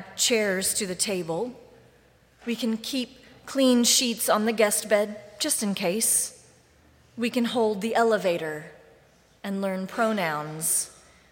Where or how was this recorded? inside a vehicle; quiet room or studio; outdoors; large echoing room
large echoing room